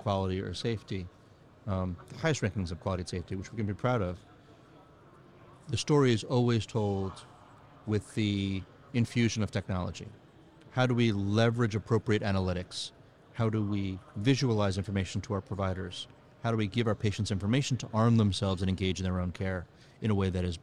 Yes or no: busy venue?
yes